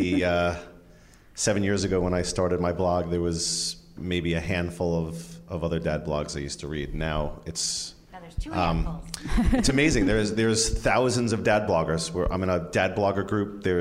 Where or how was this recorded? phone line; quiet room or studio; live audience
live audience